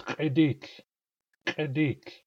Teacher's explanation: It starts with a glottalized Q. And the glottalized Q is actually the original sound.